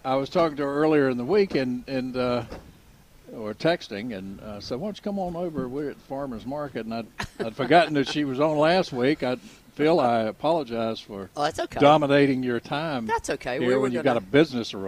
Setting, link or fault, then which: setting, busy venue